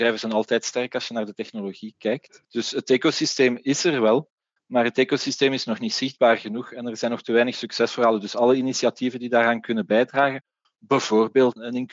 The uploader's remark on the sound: This episode of HR Talks is a recording of a panel discussion that took place during the recent Virtual HR innov & tech Day (powered by HRMinfo).